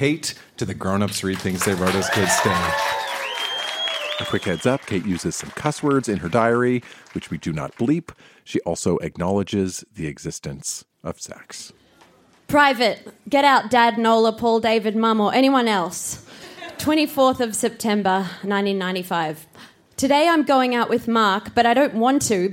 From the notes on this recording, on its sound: Recorded live at the Woodford Folk Festival.